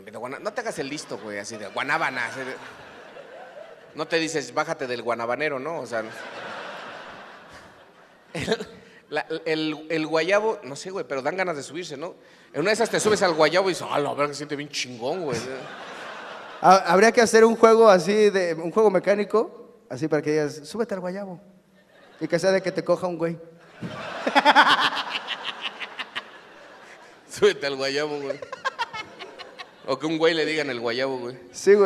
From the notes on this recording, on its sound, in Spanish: En vivo desde Guadalajara. Ante un gran público tapatío hablamos cosas que empiezan con gua.